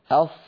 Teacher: فصوت الصاد لها صوت معين أص لأنها مفخمة مستعلية مطبقة، لكن لما يقول أص أص هكذا ويزم شفتيه صوت الصاد